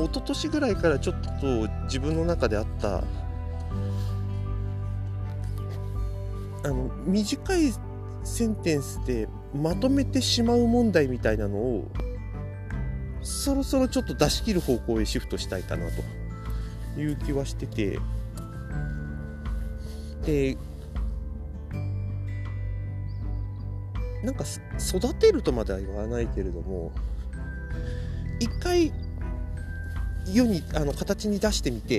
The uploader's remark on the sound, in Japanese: をのんびり歩きながらしゃべってみました。